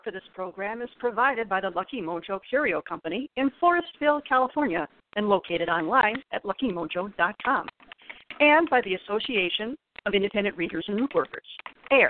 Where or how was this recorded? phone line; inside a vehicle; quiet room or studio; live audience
phone line